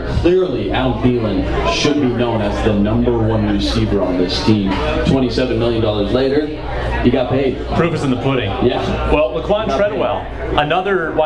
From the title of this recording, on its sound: Live From Bonfire in Mankato!